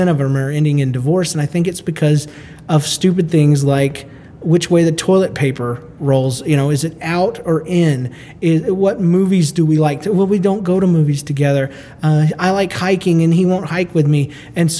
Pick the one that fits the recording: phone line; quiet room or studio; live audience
live audience